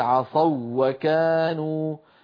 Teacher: هي واو لينية قبلها مفتوح، لذلك ساغ الإدغام فيها، فنقول عصوا وكانوا، فنشدد الواو الثانية، هذا علامة الإدغام.